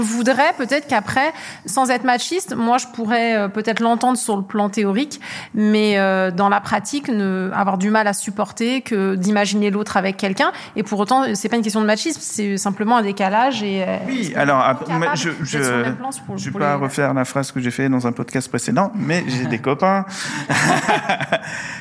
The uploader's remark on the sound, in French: Enregistré au Jocelyne, sans ingénieur du son, j'ai fait de mon mieux !